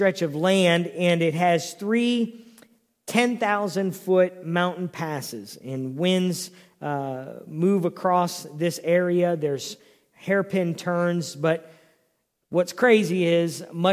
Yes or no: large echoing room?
yes